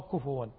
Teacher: هكذا تنطق كفوا، ويخطئ كثير يقولون كفوا فيسكنون الفاء، والصواب كفوا بالضم